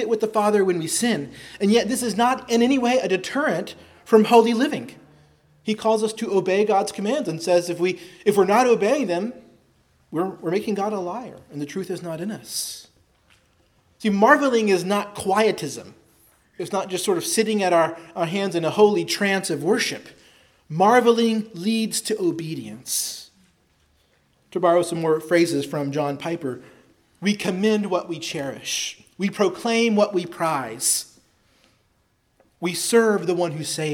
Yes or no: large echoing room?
yes